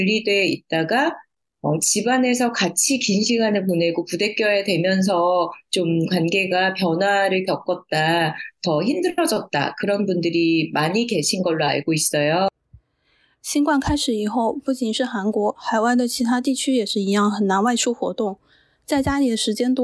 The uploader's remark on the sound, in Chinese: 连线采访